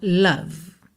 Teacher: Nem o O tem som de O, é a, e o E final não é pronunciado.